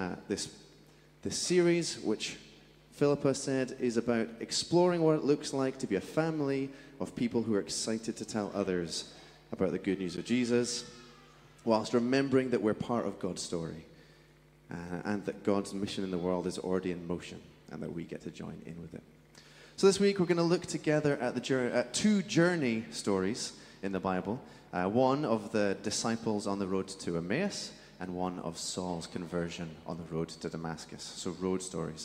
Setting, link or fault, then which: setting, large echoing room